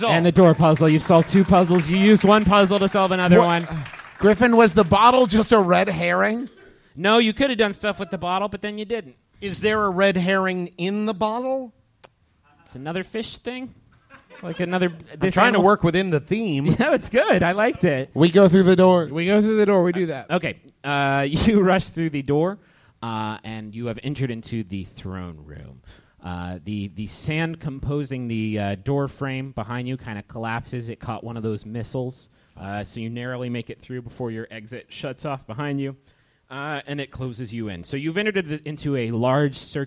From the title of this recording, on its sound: Live in Los Angeles!